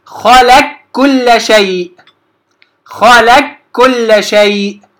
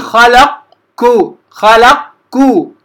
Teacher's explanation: فأقرأ خلق نفس الكلام اللي قلناه في الكاف في القاف. أنتقل من اللام إلى الكاف مباشرة المشددة · Shown in: first take